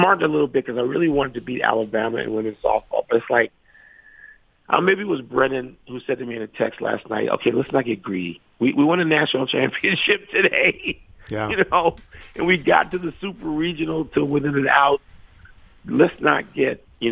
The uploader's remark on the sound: Calls. Phones.